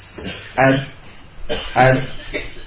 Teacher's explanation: At tapi apa diikuti dengan hams. Ya, diikuti dengan aliran nafas. At at ini at, ada aliran nafasnya.